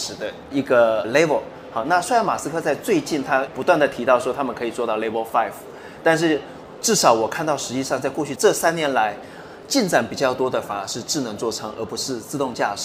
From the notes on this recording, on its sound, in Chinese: 繼續把錄音室帶到AI EXPO Taiwan的展覽會場，與聽眾面對面！於AI EXPO Live Studio現場合影。